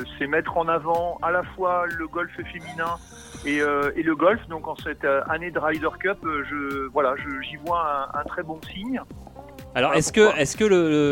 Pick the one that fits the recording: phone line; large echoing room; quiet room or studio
phone line